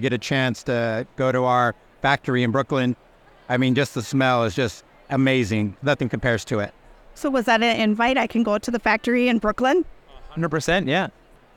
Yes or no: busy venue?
yes